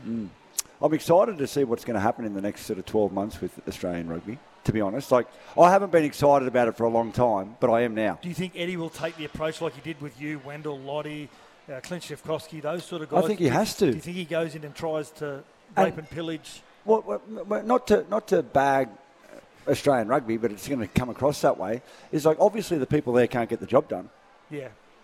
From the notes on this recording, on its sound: LIVE from the Sporting Globe in Logan